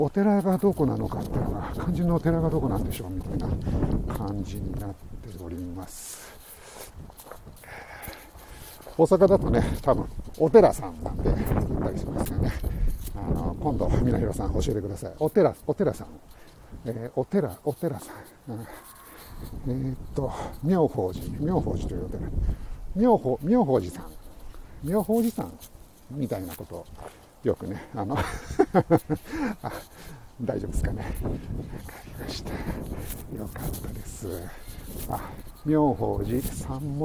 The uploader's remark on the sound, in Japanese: tokyo walk&eat radio LIVE 東宝スタジオから大蔵大仏